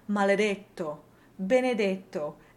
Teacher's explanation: most of the forms that end in detta are closed, maledetto, benedetto, as well as the past participle detto